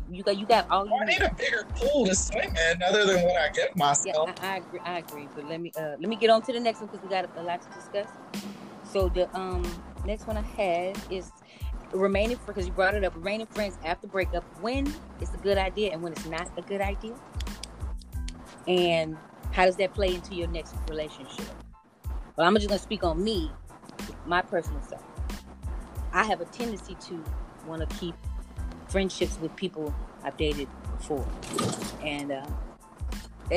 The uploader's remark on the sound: Please excuse audio quality due to the coronavirus we have to practice this social distancing thing..